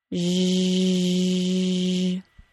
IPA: ʒ